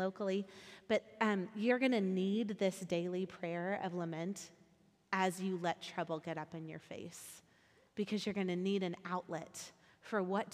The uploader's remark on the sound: recorded at our Sunday gathering on February 27th, 2023 in Port Orchard WA